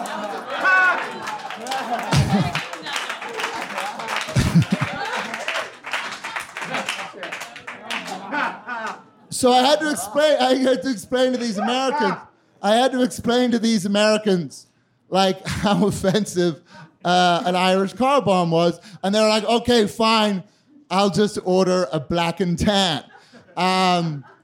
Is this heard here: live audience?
yes